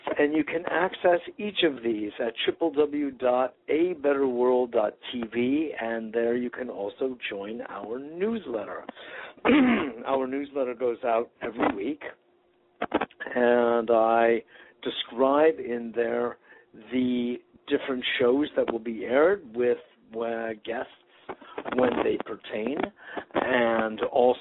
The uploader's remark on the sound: Today is a chance for listeners to call.